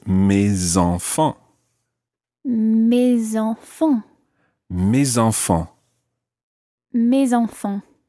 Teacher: And it ends in an S, so normally the S is silent, but when it's followed by a vowel, it becomes mes, in this case, mes enfants.